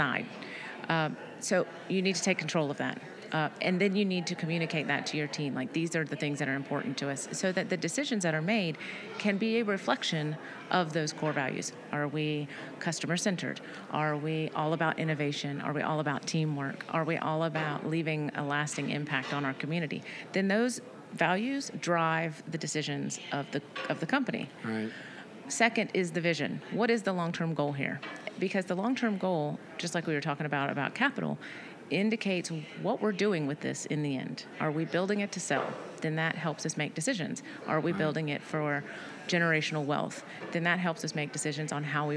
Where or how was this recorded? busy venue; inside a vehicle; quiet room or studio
busy venue